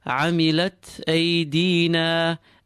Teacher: The ta is light with its sukoon, feel some air released.